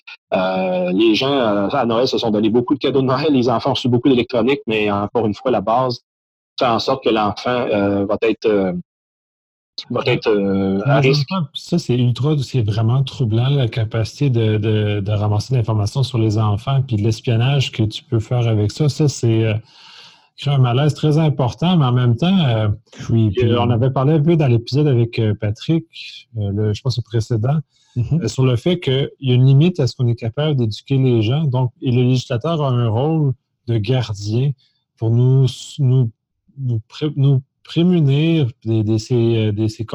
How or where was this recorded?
video call